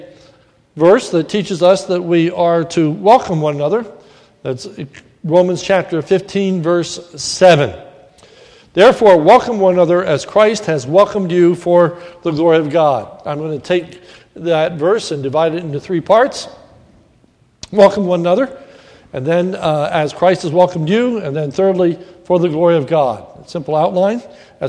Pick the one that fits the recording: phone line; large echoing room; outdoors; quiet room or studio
large echoing room